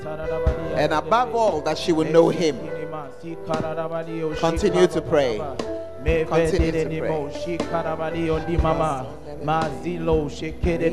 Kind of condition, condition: setting, large echoing room